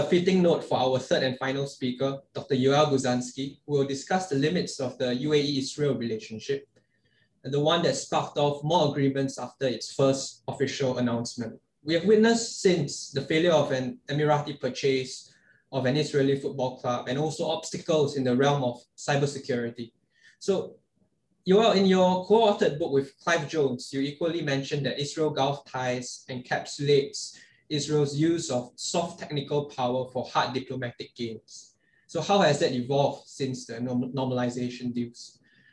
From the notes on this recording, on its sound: In this webinar, a panel of prominent experts will assess the current state of affairs.